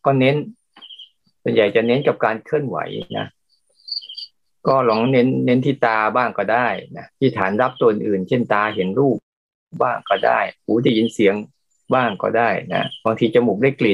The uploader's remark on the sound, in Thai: เป็น 1 ใน 3 คอร์สออนไลน์ (ผ่านโปรแกรม Zoom)